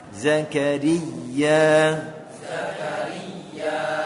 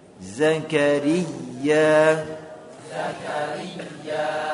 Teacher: pada ya yang bertasydid dikasih apa hentakan · Shown in: first take · زكريا زكريا ini kalau dibaca Zakaria ini tidak bertasydid Zakaria Zakaria